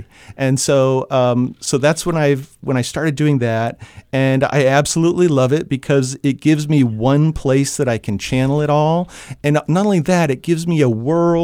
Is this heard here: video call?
no